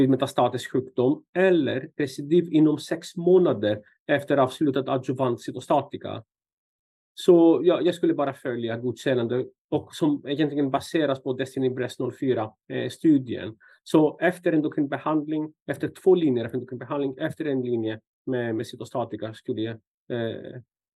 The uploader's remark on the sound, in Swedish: Ljudinspelningen från SOFs webbinarium Bröstcancer – smärtbehandling.